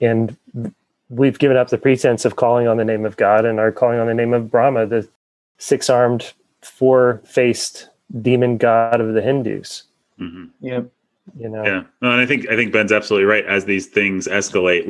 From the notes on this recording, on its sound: Recorded on Zoom (where we currently still have a platform).